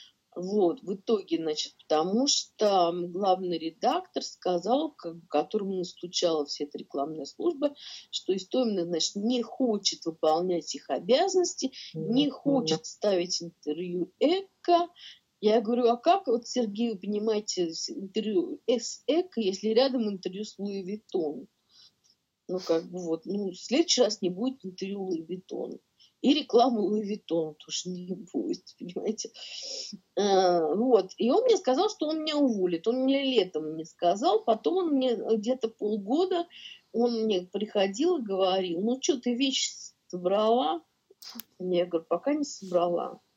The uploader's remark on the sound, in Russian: В пандемию прошлой весной мы говорили с ней по Zoom. Запись не студийная, Zoom.